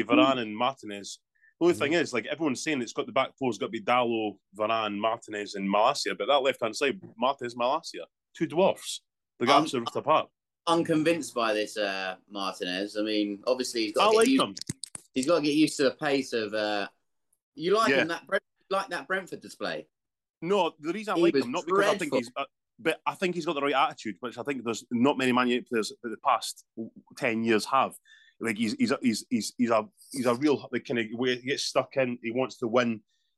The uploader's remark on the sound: back on zoom